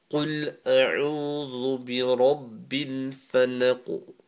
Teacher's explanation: So the قل obviously is the قاف from the back of your tongue going up to the palate